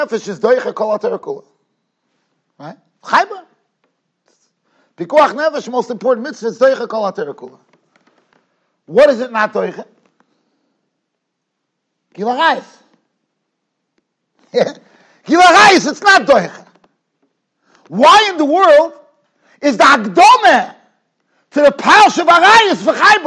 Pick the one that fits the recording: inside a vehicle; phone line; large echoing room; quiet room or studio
large echoing room